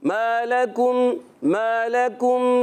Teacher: مالکم میں کاف پر پیش اس لیے گول ہو جائیں گے